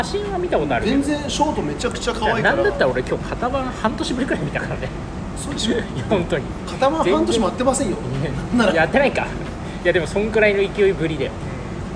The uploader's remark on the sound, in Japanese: 土砂降りのなかで録音したので音悪いです